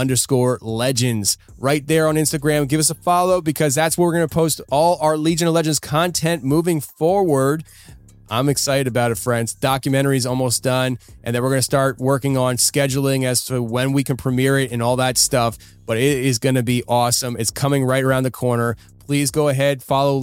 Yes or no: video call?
no